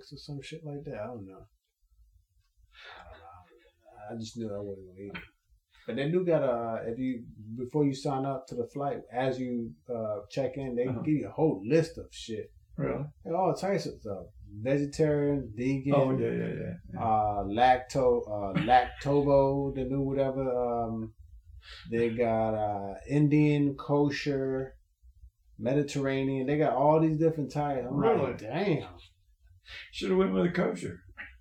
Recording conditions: poor sound quality